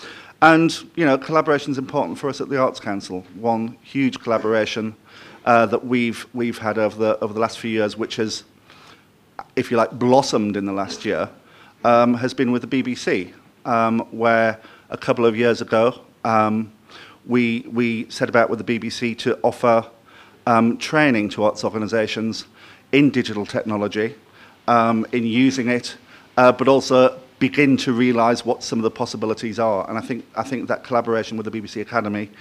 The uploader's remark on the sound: Audio from our Digital R&D Fund launch event, Friday 13 July at Sadlers Wells